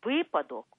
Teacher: слово «випадок» у літературній мові завжди мало і має тільки один наголос на першому складі